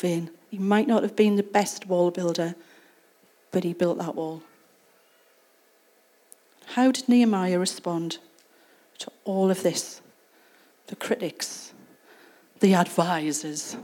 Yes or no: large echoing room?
yes